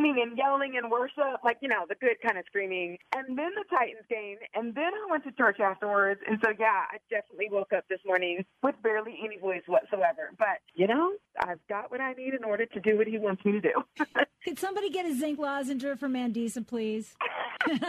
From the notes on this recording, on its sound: she surprises a listener with a phone call she'll never forget